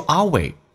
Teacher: There have alwaysbeen，记住 always 后面加 S 的话，音标当中元音后面加 S 发 Z，但在生活当中口语化当中发一个极其短促的 S，要比实际的 S 要短促一点